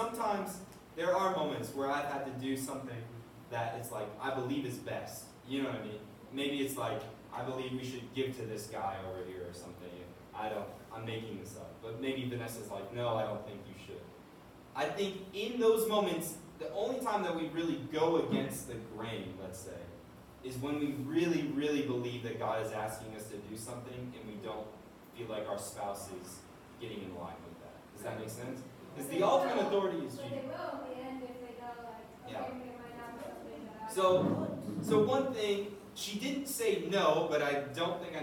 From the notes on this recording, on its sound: This is a recording of a previous lecture we did on relationships, marriage, and sex. The quality of the recording is not our usual standard.